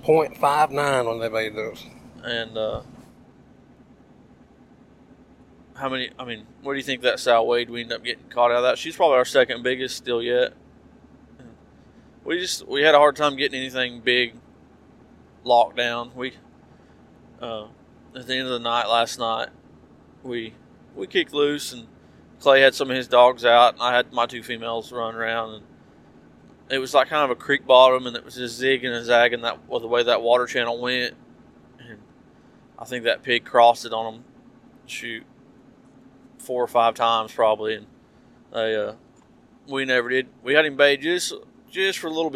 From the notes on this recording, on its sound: On the drive home we recorded a run down of the hunt.